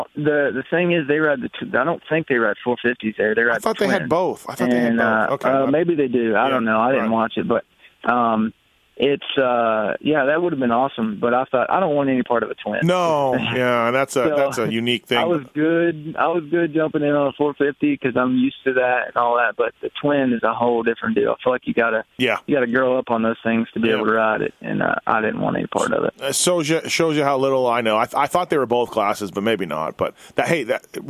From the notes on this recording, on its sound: on the phone